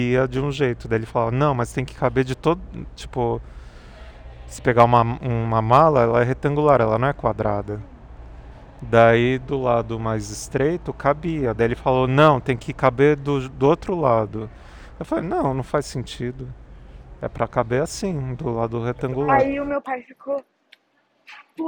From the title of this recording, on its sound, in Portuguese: AO VIVO DO AEROPORTO DE VIRACOPOS!!!